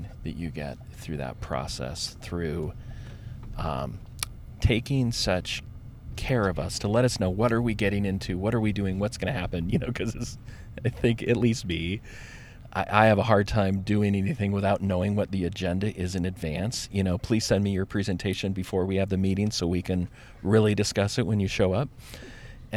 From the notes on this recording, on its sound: We’re featuring a car ride conversation between two participants in Leadership Montana’s Indigenous Immersion Initiative.